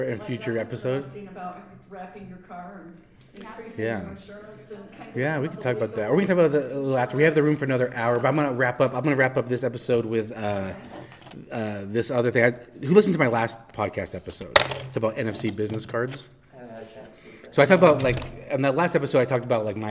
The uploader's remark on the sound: This is a live recording from one of my local notary meetups